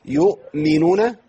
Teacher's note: الهمزة عندي ساكنة ما ينفعش حركها